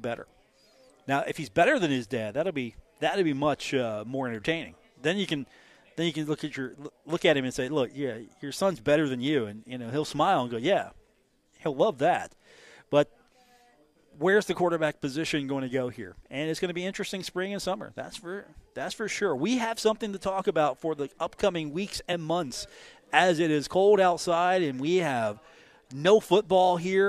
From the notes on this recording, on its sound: On location at The Union Pub and Grill.